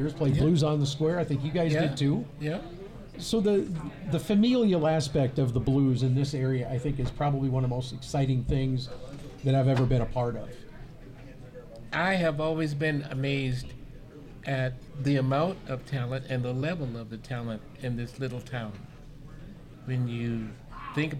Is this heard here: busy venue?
yes